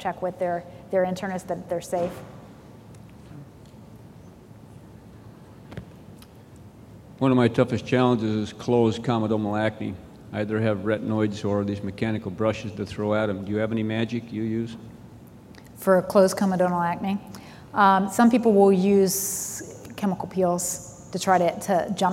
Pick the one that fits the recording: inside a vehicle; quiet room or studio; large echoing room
large echoing room